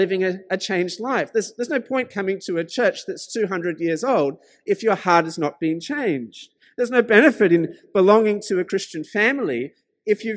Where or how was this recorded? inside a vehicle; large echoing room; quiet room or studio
large echoing room